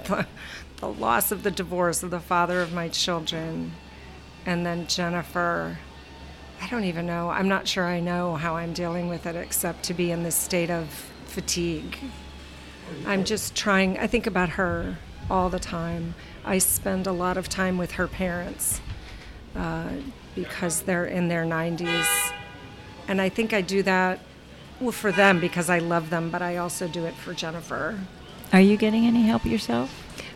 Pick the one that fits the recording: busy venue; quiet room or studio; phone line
busy venue